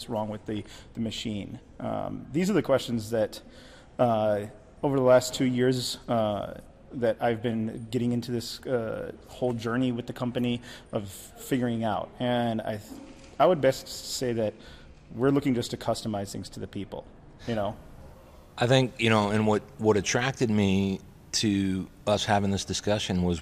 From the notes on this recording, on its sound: from the Reliable Plant Conference 2023 in Orlando